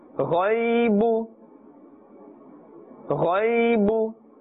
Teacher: this letter غين is also part of the حروف المستعالية and therefore you must pronounce in a thick voice. Do not say غي غي will be incorrect and gai.